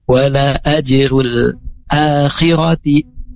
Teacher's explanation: a-nya panjang, khirati-nya pendek